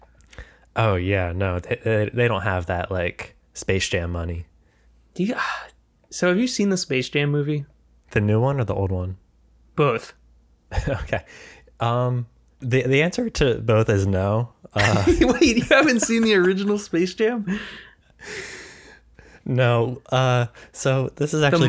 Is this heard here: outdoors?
no